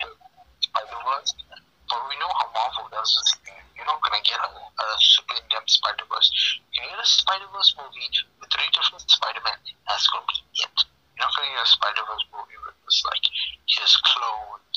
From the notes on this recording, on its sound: Have a discussion over the phone due to us not being able to meet in person because of the ongoing global bastard so excuse the inconsistent audio.